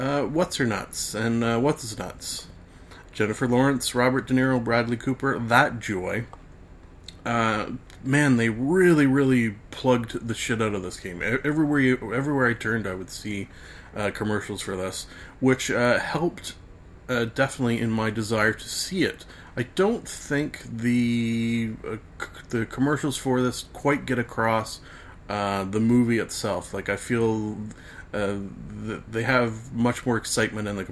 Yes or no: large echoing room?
no